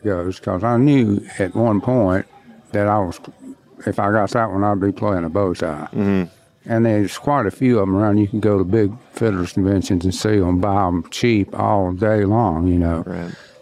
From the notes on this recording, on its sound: Recorded at the 2022 IBMA World of Bluegrass in Raleigh, North Carolina.